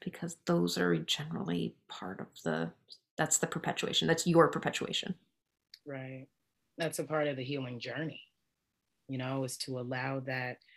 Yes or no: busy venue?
no